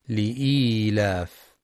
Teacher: يخطئ بعضهم فيقرأ لإيلاف بدون نطق الياء لإلاف، والصواب لإيلاف